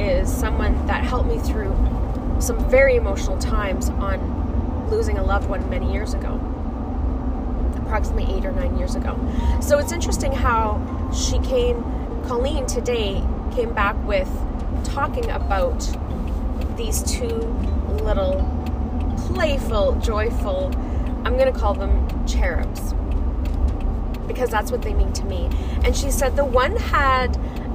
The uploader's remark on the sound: I was driving to work on the episode so be mindful